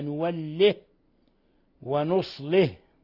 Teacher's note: وقرأ أبو عمرو البصري وشعبة وحمزة وأبو جعفر بإسكان الهاء فيهما نوله ونصله، بإسكان الهاء فيهما نوله ونصله.